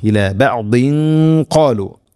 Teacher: ഖാലൂഅതുഹദ്ദിസൂനഹും, ഇനി ഇവിടെ ഇല ബഅദ് എന്നുള്ള അത് കൂട്ടി ഒതുകയാണെങ്കിലോ, ഇല ബഅദിൻ ഖാലു, ഇഖ്ഫാ ബിഗുന്ന, അവ്യക്തമാക്കി മണിക്കണം. തൻവീനു ശേഷം ഖാഫ്, ഖാഫ് ഹെവി ലെറ്ററാണ്, അതോടുകൂടെ അതിൻ്റെ കൂടെ വരുന്ന ഗുന്നയും ഹെവി ആയിരിക്കണം.